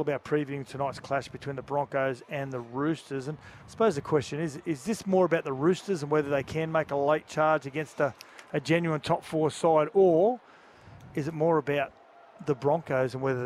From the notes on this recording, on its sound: live from the Oval ahead of the fifth Ashes Test